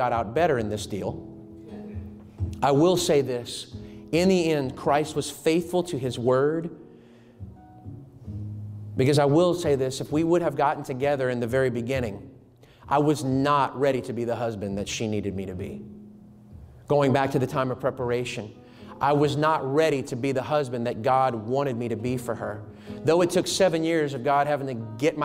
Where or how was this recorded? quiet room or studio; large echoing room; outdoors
large echoing room